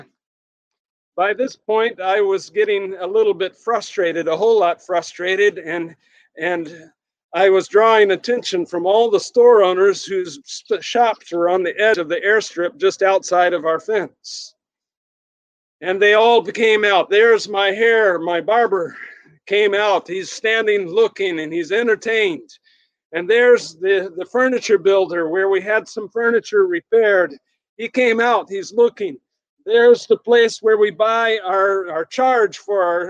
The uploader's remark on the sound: Sermon recorded at Middle East University Church.